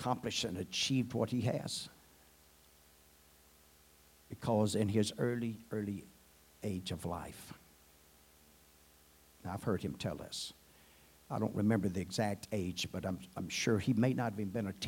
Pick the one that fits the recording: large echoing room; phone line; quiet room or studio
large echoing room